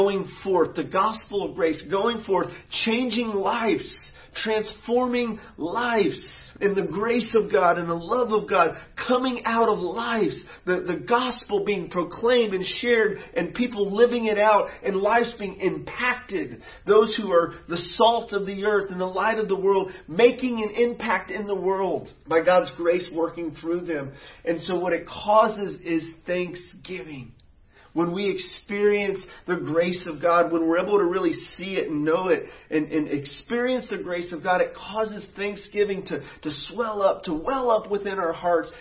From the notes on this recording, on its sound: sermons preached at City Church Garland.